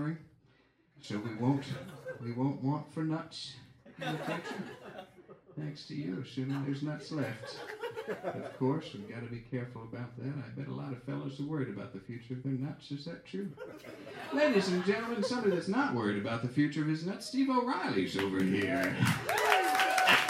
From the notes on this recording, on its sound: In this live episode